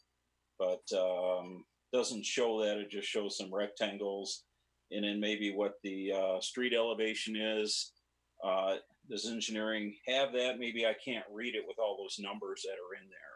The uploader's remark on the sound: This is a regular meeting of the City of Midland, Michigan Planning Commission. This was an online Zoom webinar brought to you the MCTV Network and the City of Midland.